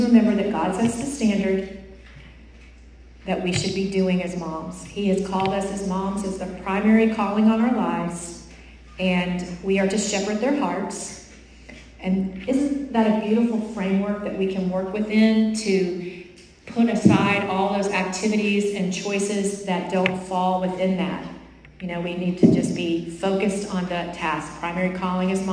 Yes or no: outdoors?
no